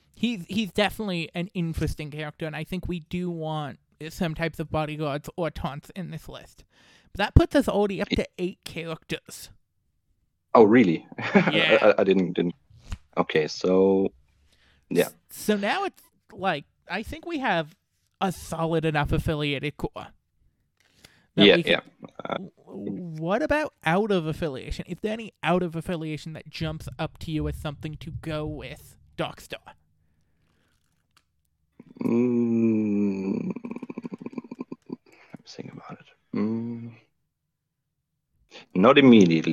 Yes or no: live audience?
no